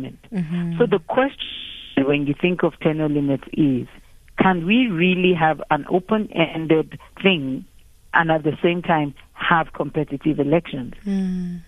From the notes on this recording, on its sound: GUEST (phone)